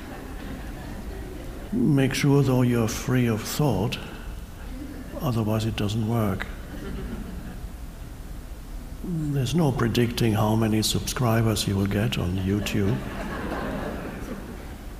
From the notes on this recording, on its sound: Talks to a live audience.